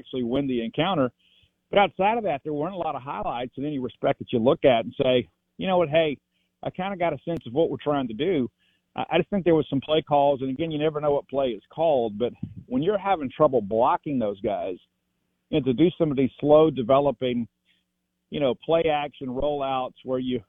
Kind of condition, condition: link, phone line